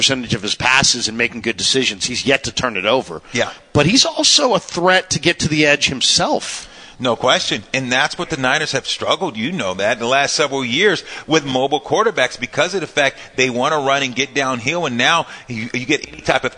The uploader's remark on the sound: live from the Hilton Santa Clara